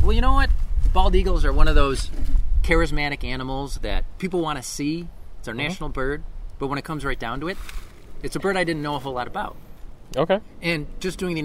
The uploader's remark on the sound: This episode was recorded on May 16, 2023 at the Hampton Brook Woods Wildlife Management Area in Hamburg, NY.